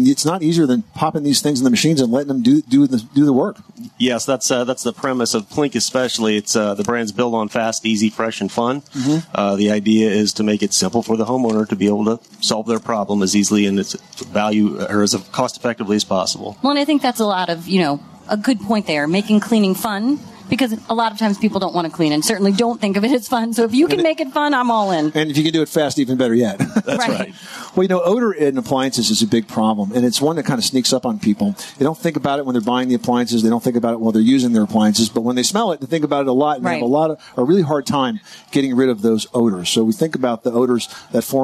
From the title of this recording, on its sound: Live from the 2018 National Hardware Show